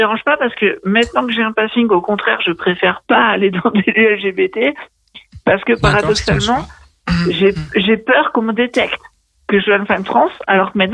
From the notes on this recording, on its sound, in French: Sont sur les ondes de Radio Pluriel, 91.5FM à Lyon pour l'émission Transe Culture. Au téléphone. Dans le studio.